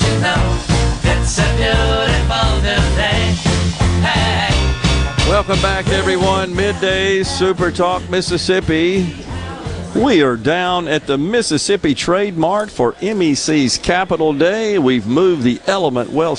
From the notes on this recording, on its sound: LIVE from the MS Trade Mart for MEC Capital Day